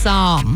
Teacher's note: I don't even think you pronounce the L. It's just Psalm.